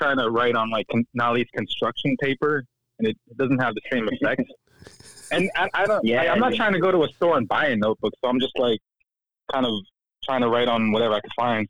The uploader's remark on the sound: This series is filled with phone conversations by poets, artist, parents, teachers and nerds.